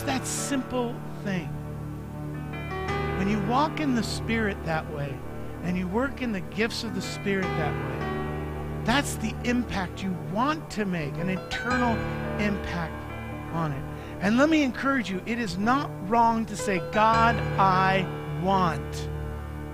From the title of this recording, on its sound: Mt. Zion Church Live!